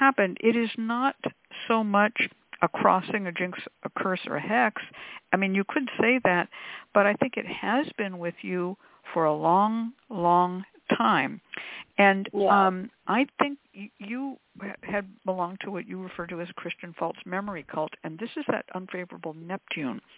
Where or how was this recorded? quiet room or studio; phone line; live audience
phone line